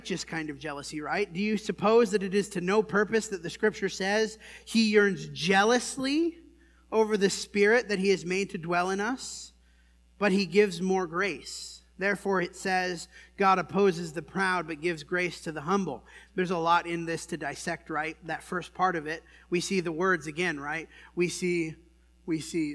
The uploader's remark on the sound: This sermon was preached at the Dewey Church